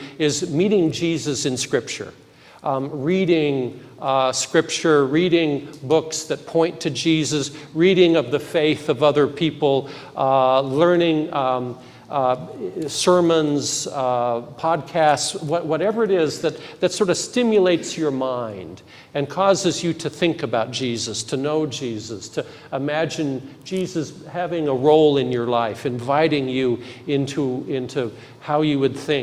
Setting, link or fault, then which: setting, large echoing room